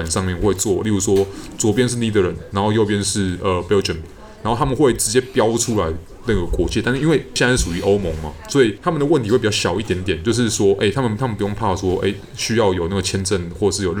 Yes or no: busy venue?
yes